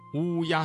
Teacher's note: 嘴唇拢圆，突出成小孔，舌面后部隆起，声带震动 · Term: 声母乌